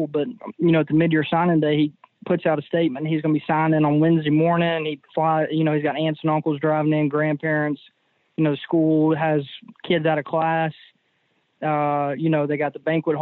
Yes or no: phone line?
yes